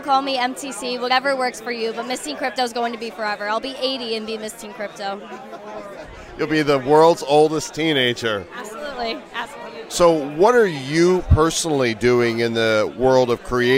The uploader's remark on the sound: Live from NFT NYC 2022!